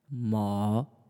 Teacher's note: It's not, you don't want to make like a roller coaster with your voice, but third tone basically just goes low and then it rises up a little bit · the third tone goes down and then up. So you go low and then higher, but you don't go all the way up. Like, whoa, it's not like a full loop.